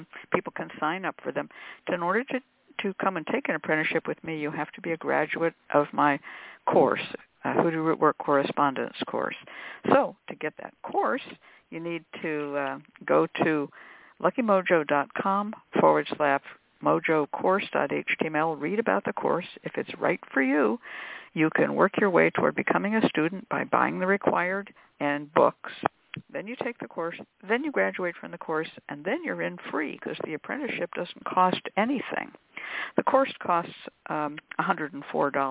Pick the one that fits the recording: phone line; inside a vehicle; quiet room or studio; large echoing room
phone line